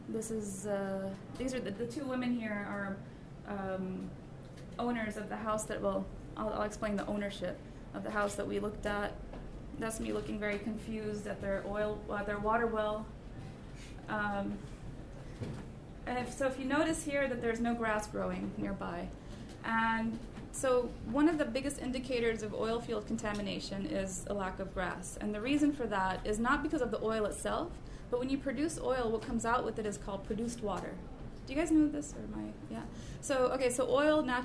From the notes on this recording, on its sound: Recording of the May 4, 2016 launch of the fifth issue of The Funambulist Magazine 5 (May-June 2016) dedicated to Design & Racism.